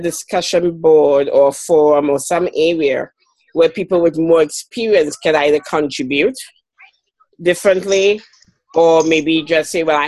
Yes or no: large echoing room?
no